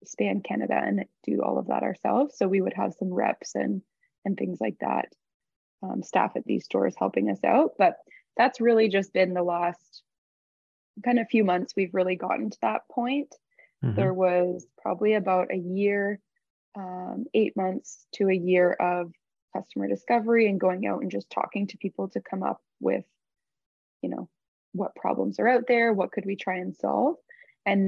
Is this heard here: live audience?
no